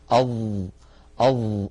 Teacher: جربوا هكذا، ضعوا يدكم أمام الفم، أظ أظ، انطقوا حرف الظاء أظ، تجدون بأن هناك هواء قليلا لم يعتد به العلماء لأنه ضئيل، فجعلوا الظاء من الحروف المجهورة التي لا يجري معها النفس. · Term: حرف مجهور